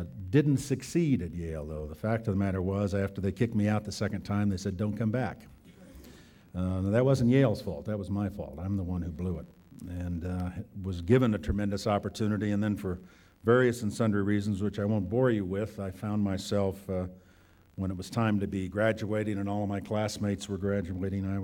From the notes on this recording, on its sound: This podcast was recorded at the Academy's 1998 Summit in Jackson Hole, Wyoming.